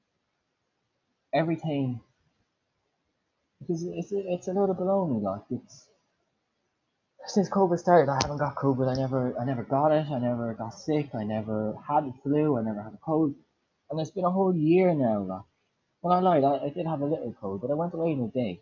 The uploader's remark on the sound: Sorry about the audio.